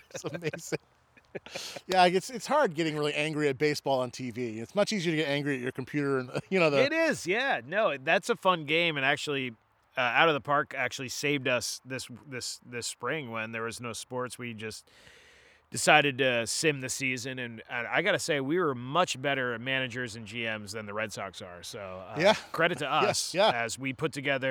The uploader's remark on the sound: head out into the woods of Buxton, Maine